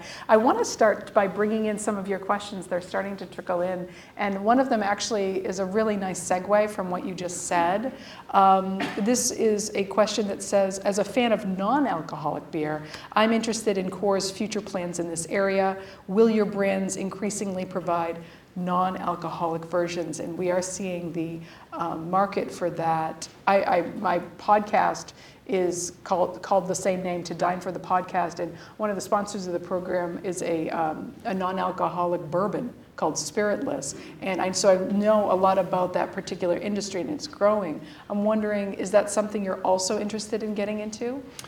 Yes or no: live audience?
yes